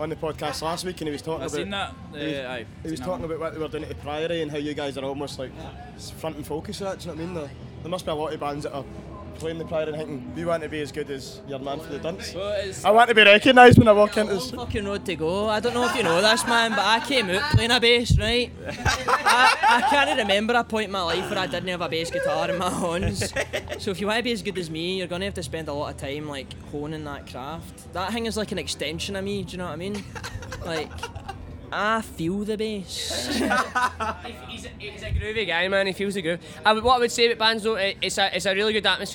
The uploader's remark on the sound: TRNSMT Festival 2019. A TRNSMT Festival special recorded across all 3 days of the event.